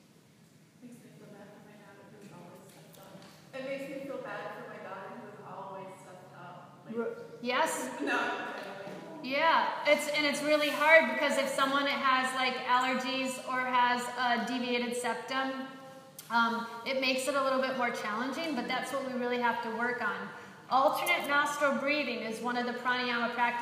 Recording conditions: live audience